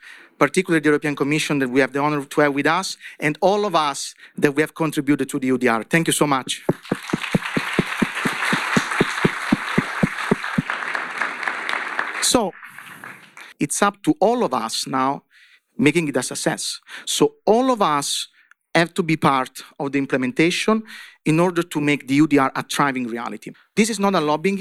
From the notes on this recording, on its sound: This episode is 1 of 3 recorded live at the FSC event Wood you find it in Brussels on April 25th 2023.